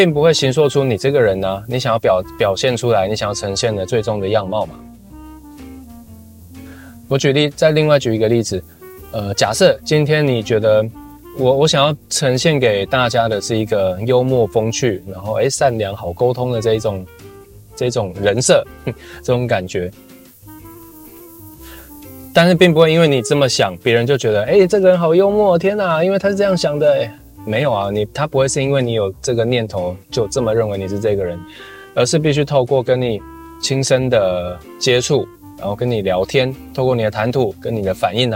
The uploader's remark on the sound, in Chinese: 嘗試看看車錄分享。這集因為初嘗試，收音的效果還沒那麼穩定。